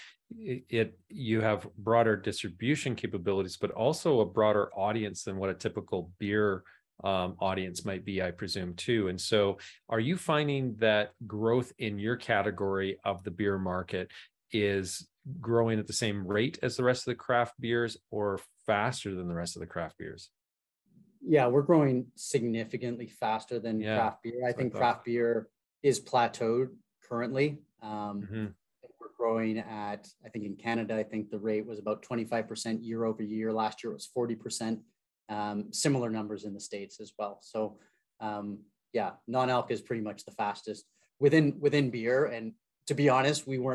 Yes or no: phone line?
no